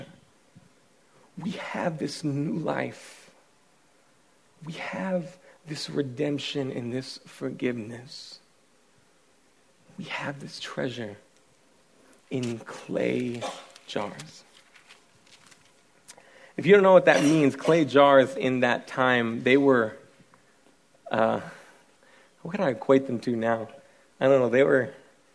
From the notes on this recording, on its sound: speaking at our Every Nation Student Conference in Columbia